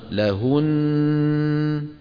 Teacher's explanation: لهن النون مشددة ولما نقف عليها تبقى الغنة